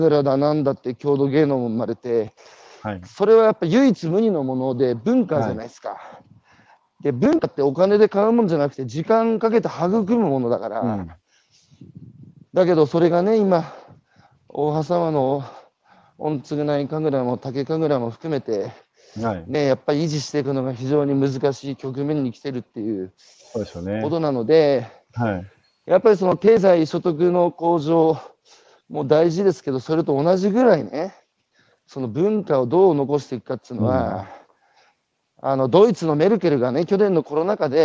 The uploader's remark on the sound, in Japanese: 歩きながら1時間、対談する。